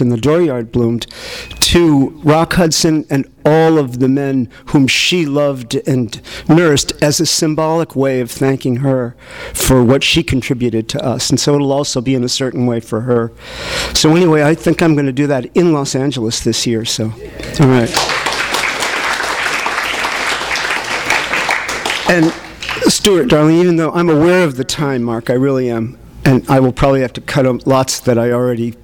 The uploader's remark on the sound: THIS EVENT WAS RECORDED LIVE AT SKYLIGHT BOOKS AUGUST 13, 2011.